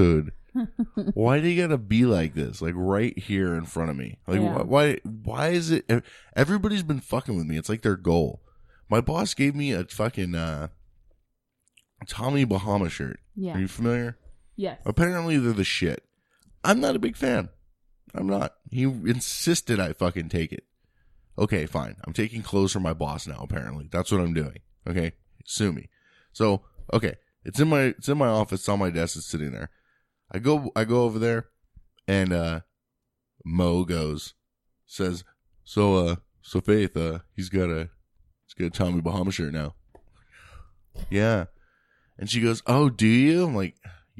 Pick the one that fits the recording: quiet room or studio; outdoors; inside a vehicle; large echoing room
quiet room or studio